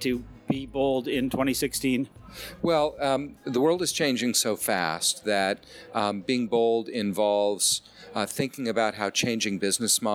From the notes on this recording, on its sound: Live from BSR. Broadcasting the GreenBiz 350 podcast from BSR's conference in New York City.